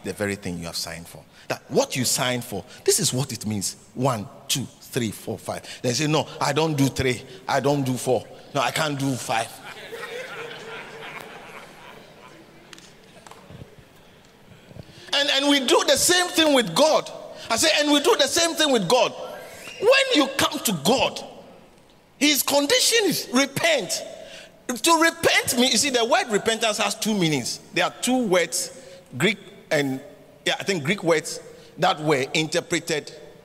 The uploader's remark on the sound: preached at the Catch The Annointing Centre, Sakumono